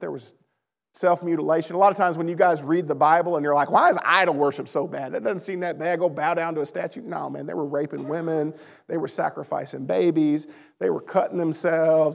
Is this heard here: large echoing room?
yes